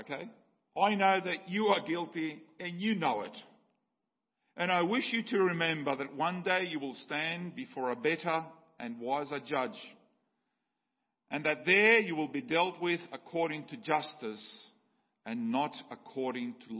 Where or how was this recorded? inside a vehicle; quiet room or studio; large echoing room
large echoing room